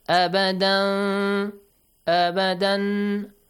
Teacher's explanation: Iqlab. Abadan, abadan, nun will be changed to mim. Abadan, not a complete mim, half mim.